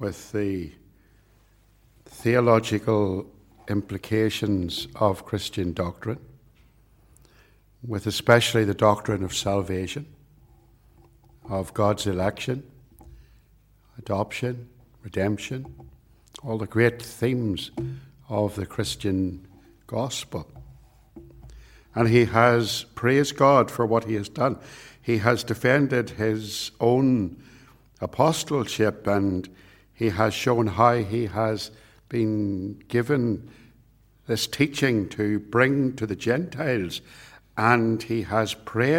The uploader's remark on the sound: It was recorded at Templepatrick